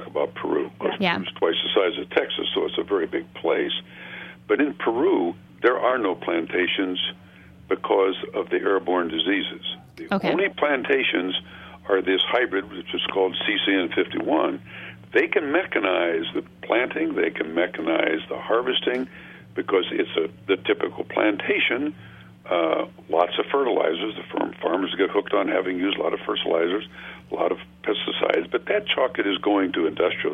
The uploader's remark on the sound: Two chocolate experts call.